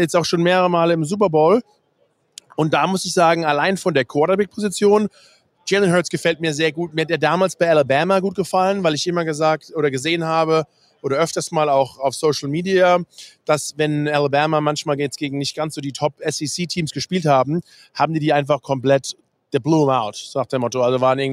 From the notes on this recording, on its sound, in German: hat live von Radio Row in Phoenix aufgenommen